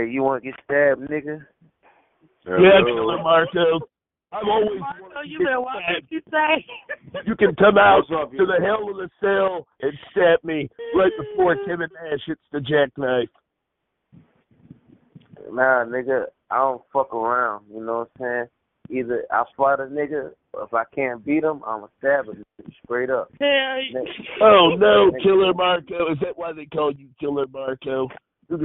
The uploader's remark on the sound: Conference Call